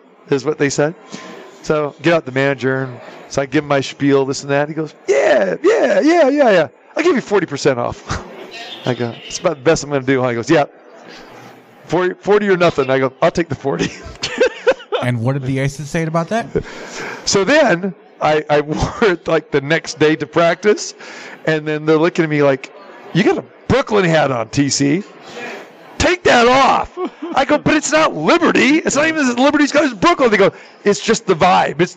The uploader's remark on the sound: Live from the Super Book at the Westgate Las Vegas